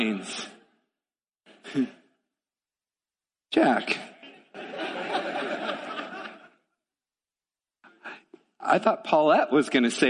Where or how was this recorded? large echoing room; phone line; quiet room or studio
large echoing room